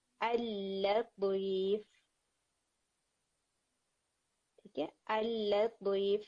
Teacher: پہلا والا جو لام ہے وہ آپ سکپ کر دیتے ہیں اور فرسٹ لام سیکنڈ لام کے اندر مرج ہو جاتا ہے · Term: ادغام الشمسی